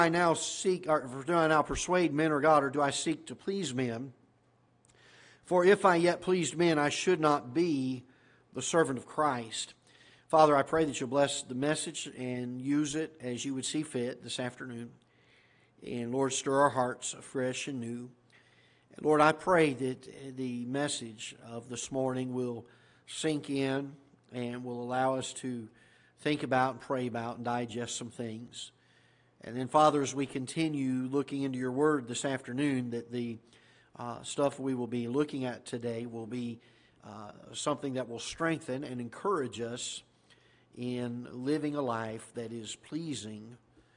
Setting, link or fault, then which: setting, large echoing room